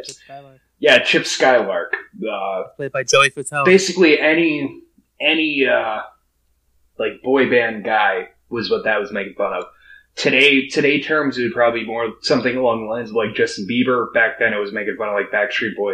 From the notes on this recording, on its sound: Which we do apologize for a shakier audio today. Were having some tech issues with the episode.